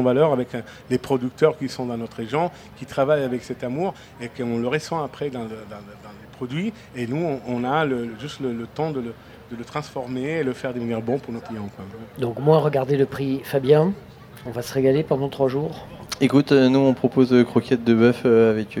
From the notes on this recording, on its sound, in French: Premier Plateau de notre participation au Street Food Festival 2022, place de la Major, sous le très très chaud soleil de juin.